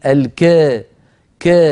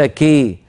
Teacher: إمالة كبرى، وعلامتها أن الصوت يكون بين الألف والياء تماما · Shown in: second take